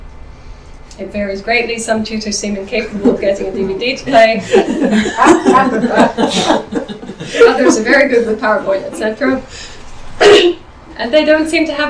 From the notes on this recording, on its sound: Speaks at the SRHE Student Experience Network and Digital University Network event "The Digital Student Experience: Exploring the role of technology on the student experience".